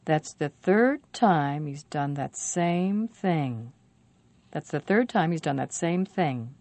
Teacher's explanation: The stressed words are third, time, same, and thing.